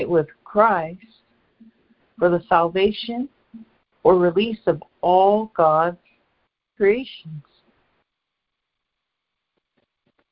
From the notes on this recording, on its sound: ACIM Daily Conference Call